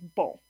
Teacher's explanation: you can hear the N a little bit in the vowel, but when you transcribe it, there's actually not an N in it. It's just a nasalized O sound.